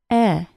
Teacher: The shape of my tongue is actually different. To create the short E sound, my tongue is much lower in my mouth and is only slightly rounded upward.